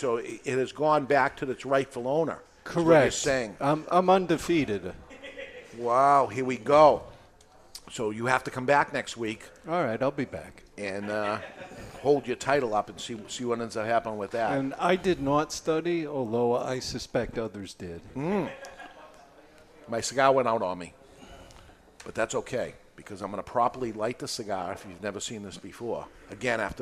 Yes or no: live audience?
yes